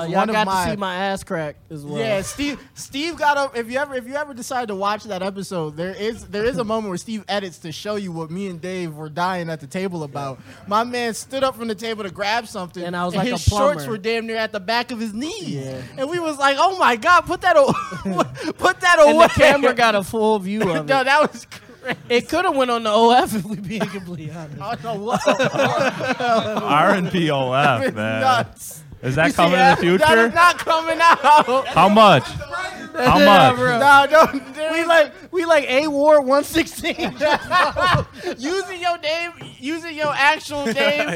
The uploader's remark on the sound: Live at Trend Up! Goes LIVE at the Trend Up Store on 95 Allen Street in Buffalo, NY!